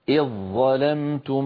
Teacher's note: عند وصل كلمة إذ بكلمة ظلمتم نحول الزال إلى ظاء ويصير النطق بظاء مشددة هكذا: إذ ظلمتم، فإن وقفنا نقول إذ، تعود الزال للظهور لأنها انفصلت صوتيا عن الظاء بعدها. · Term: الزال في الظاء